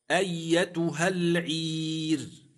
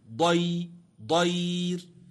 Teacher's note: وتأمل هذه الراء التي سكنت معنا في كلمة العير وكلمة ضير، سكنت الراء فيهما لأجل الوقف ترقق وقفا